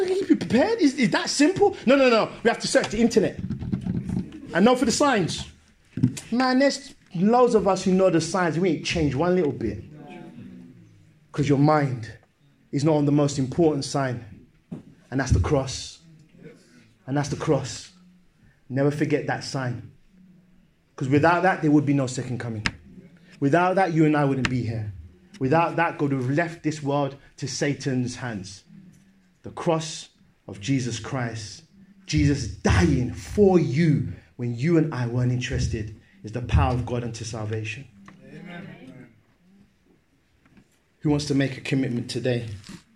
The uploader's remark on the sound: Sermon preached at Great Brikklin Street, SDA Church on January 19th 2019.